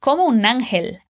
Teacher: a gente acaba juntando as três palavras